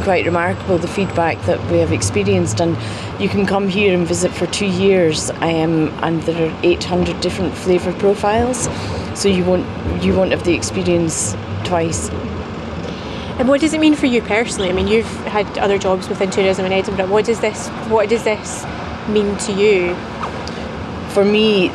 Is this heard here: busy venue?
yes